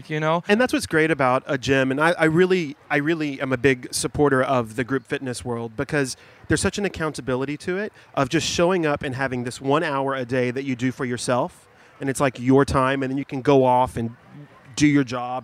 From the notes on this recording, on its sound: For HRN’s final day broadcasting from Charleston Wine + Food.